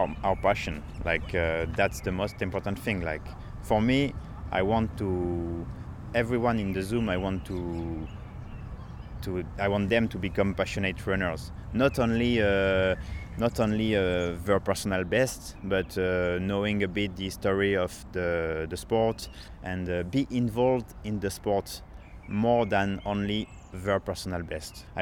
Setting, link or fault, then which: setting, outdoors